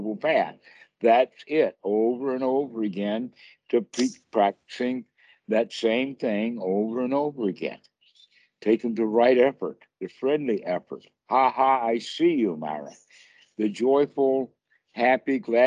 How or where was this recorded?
video call